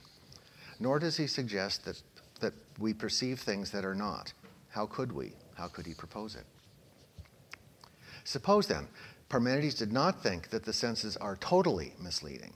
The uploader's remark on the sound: At Purdue University. The lecture was given at a conference.